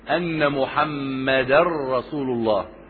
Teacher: ادغمت التنوين، النون الساكنه في التنوين مع الراء · Term: ادغام بدون غنه